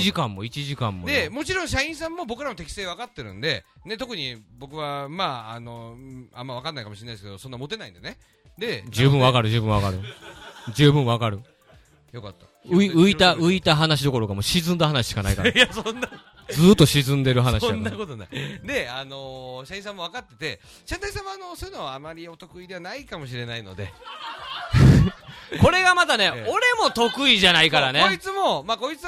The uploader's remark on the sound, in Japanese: レンゲラジオ初の公開収録！レンゲラウンジの模様を配信！ライブ形式で収録したので音量調整にかなり手間取ってしまいました。そして音割れ多々あります！ご来場ありがとうございました！